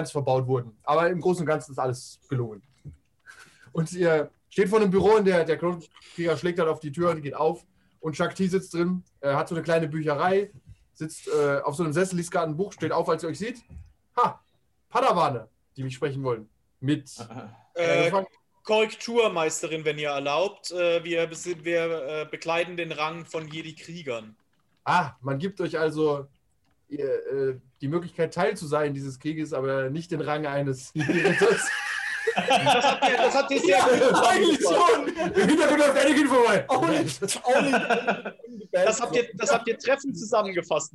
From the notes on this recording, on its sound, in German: Zoom knabbert noch immer an der Audioqualität